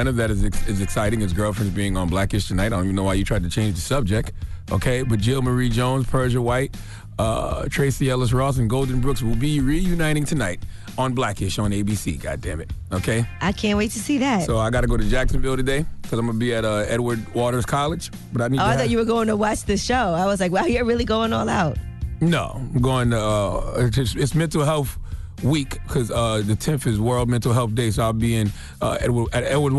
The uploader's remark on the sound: We opened up the phone lines to see if out listeners could do the same.